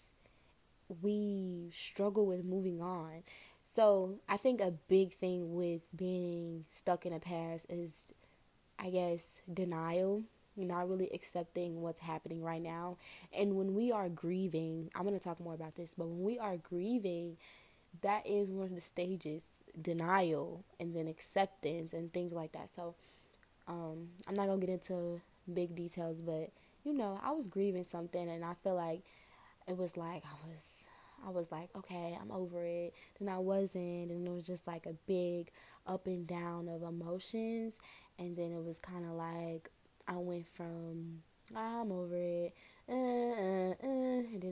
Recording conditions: background noise